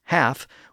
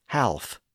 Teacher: Again, the L in those words reflects a much older pronunciation, where the L was once voiced, but the L was no longer pronounced in those words in early modern English · Shown in: first take · Term: silent L